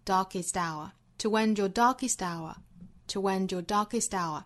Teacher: darkest 尾部的 t 和后面的 hour 也是可以做辅元连读的